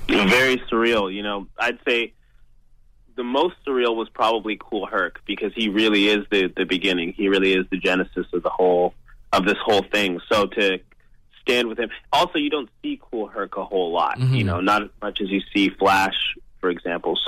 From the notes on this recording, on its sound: called into our weekly radio show in London